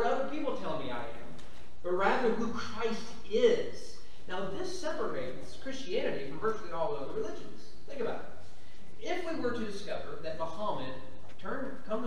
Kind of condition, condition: setting, large echoing room